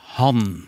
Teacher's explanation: så har jeg tunga mot tennene over kjeven